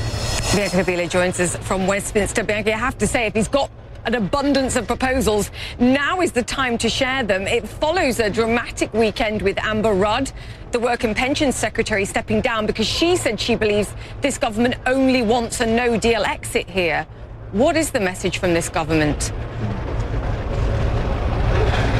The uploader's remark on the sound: live from the New York Stock Exchange